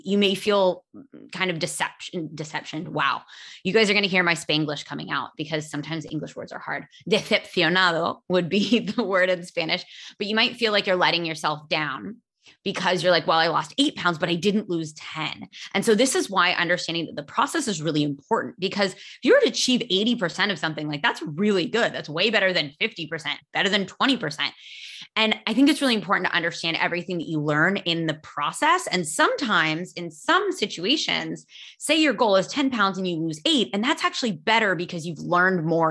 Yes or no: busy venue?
no